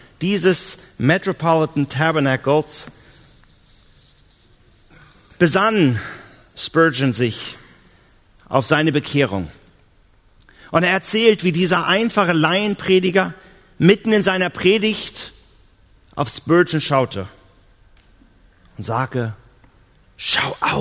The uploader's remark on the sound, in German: auf der Evangelium21-Konferenz 2018 in Hamburg